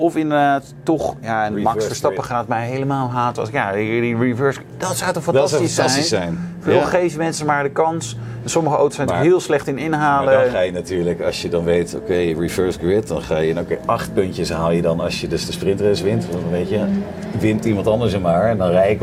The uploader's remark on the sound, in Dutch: Dit keer niet vanuit de vertrouwde studio maar vanaf TT Circuit Assen! Live tijdens de Junkyardrace.